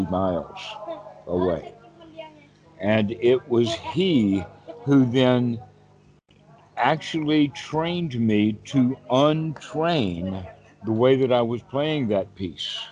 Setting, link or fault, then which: link, video call